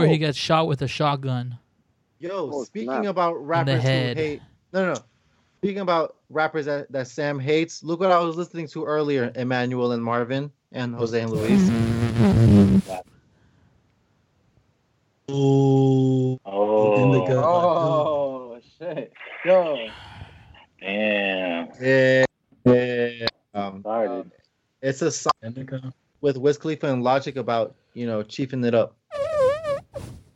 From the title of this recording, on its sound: The Gang hops on da Skype